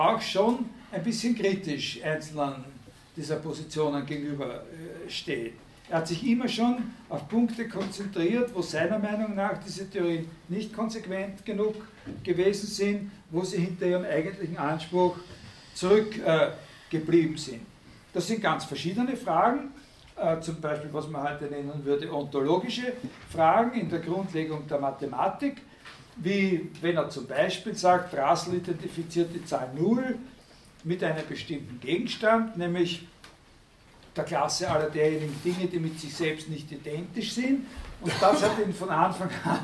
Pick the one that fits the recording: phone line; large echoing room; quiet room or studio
large echoing room